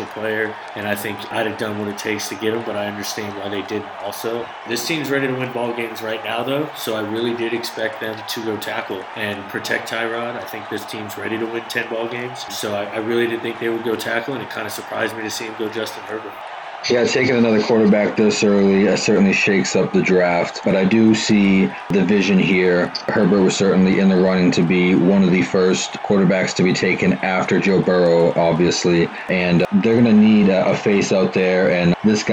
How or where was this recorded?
busy venue